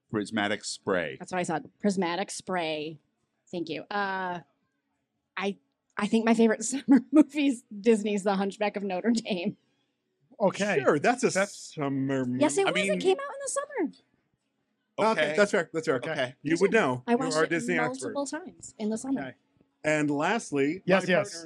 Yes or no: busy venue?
yes